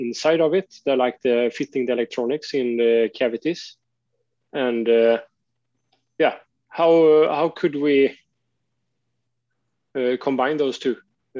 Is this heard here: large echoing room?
no